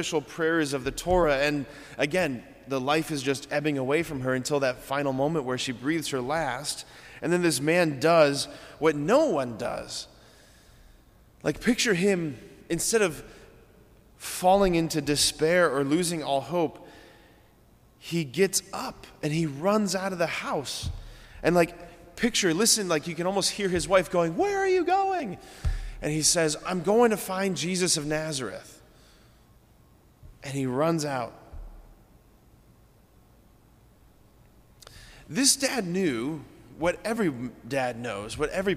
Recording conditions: large echoing room